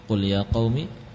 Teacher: Qafnya langsung tebal. Bukan ka tapi qa.